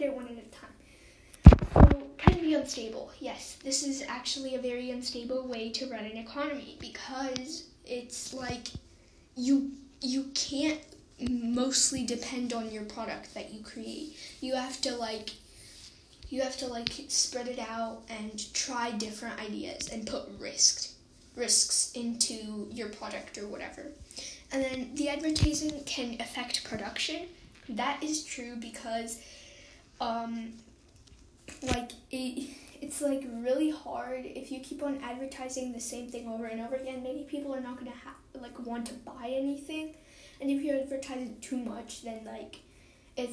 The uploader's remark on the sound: Sorry about background noise!